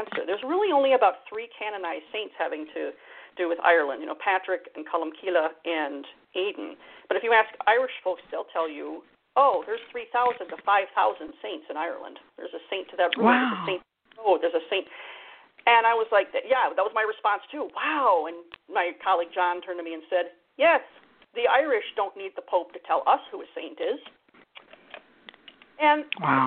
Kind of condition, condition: link, phone line